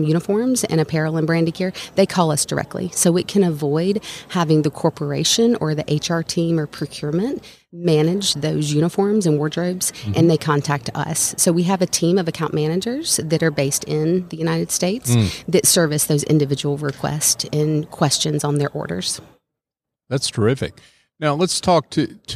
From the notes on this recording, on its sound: LIVE from SOAHR 2023. North Fulton Business Radio.